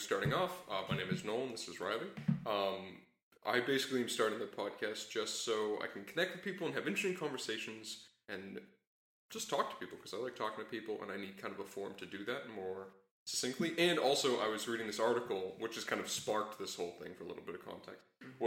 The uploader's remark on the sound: Due to scheduling, I had to go on the road to meet her, so apologies for any dip in audio quality.